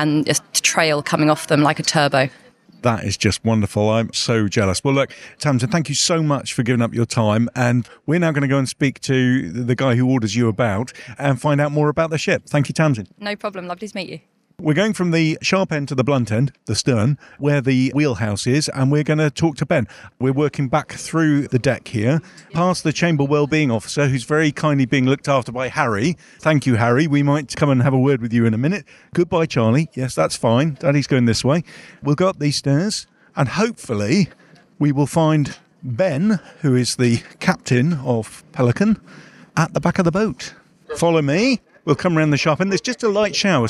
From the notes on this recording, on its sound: Tall Ship Moored at the Barbican, Plymouth. Out on location in this special episode recorded on board the tall ship, Pelican of London.